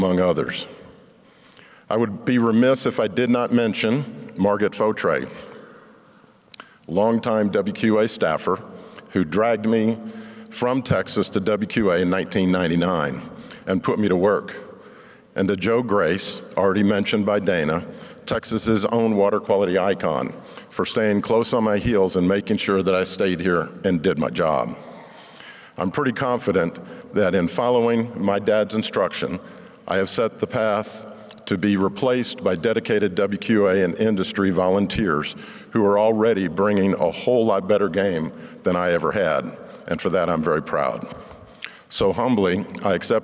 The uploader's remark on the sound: In this episode, we feature remarks from our Leadership Awards at the WQA Convention & Exposition, April 18-20, 2023, in Las Vegas. We’ll take you to the stage of the Keynote Session.